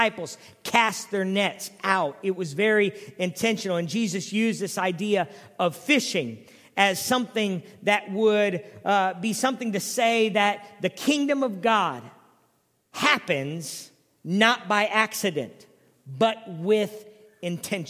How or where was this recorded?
large echoing room